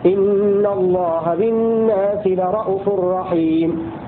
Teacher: قرأ بذلك حمزة الكسائي وشعبة وأبو عمرو رؤوف بدون واو بعد الهمزة، وقرأ الباقون بالواو.